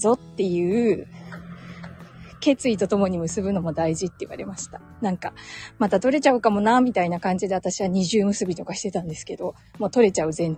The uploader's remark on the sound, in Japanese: 歩きながらつらつらお話しました。